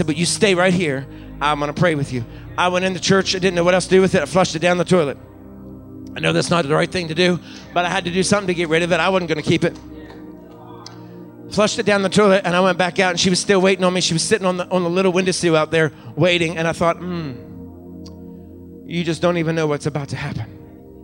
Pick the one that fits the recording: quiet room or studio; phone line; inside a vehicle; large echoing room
large echoing room